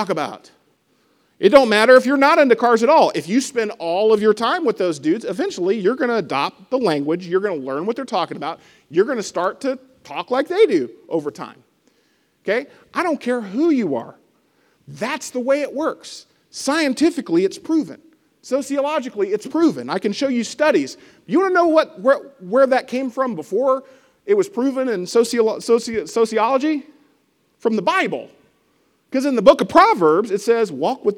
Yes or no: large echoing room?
yes